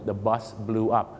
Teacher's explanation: คำไหนที่เป็น EWนะครับจะออกเสียงสระอูกันหมดเลยนะครับ